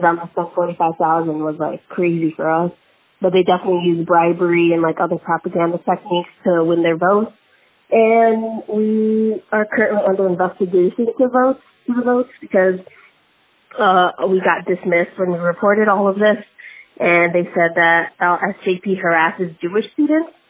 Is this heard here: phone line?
yes